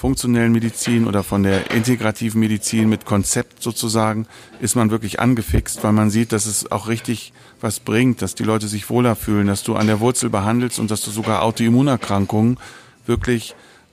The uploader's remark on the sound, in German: Live vom IFMS Kompaktseminar im Juni 2018. Aufgrund einer Außenaufnahme bitten wir die Tonqualität zu entschuldigen.